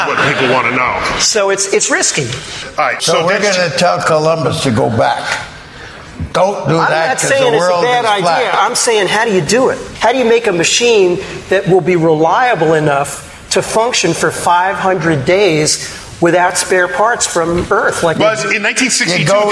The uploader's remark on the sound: StarTalk Live at Town Hall